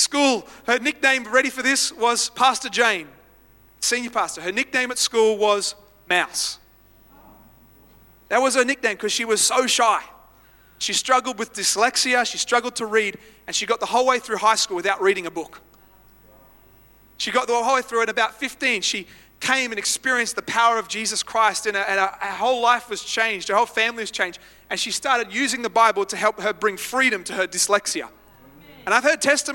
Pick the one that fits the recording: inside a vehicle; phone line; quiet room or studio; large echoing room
large echoing room